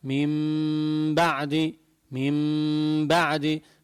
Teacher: شفايفة من مسكر عليهم على الآخر وشادد، لأن هي الميم من حروف الشفا يعني الشفوية، تخرج مخرجها الشفة، ما بقول ميم بعدي، لا، إنما ميم بعدي، ميم بعدي، فبتطلع الميم مخفات وتظهر غنة مقدار حركتين. فكلنا سوا منقول ميم بعدي، قولوا مقدار حركتين، ميم بعدي.